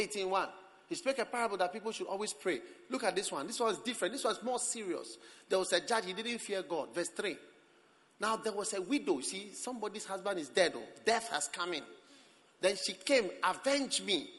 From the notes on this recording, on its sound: Preached at the Prophetic Encounter Service.